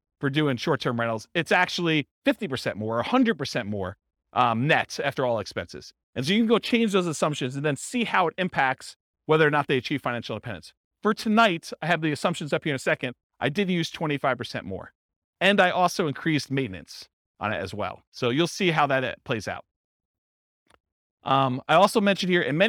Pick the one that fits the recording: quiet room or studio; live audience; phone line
live audience